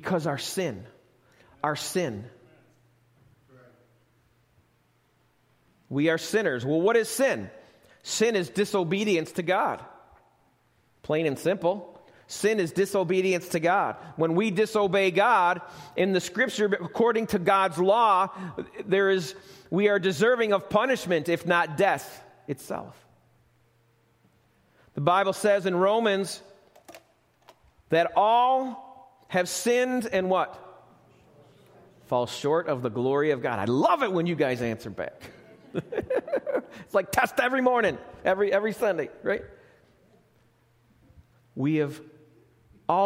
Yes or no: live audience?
yes